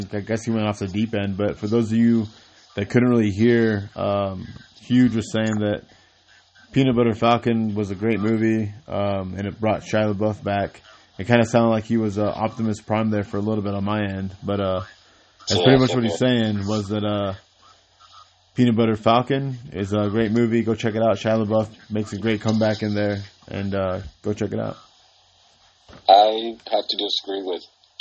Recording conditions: phone line